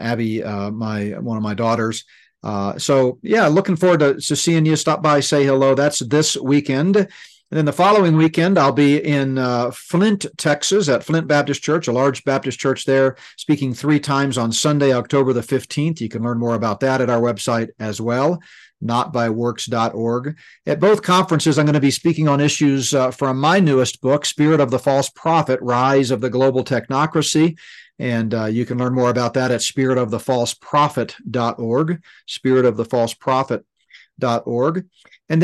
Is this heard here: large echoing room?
no